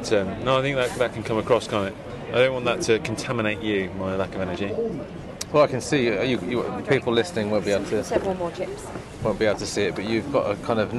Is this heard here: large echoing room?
no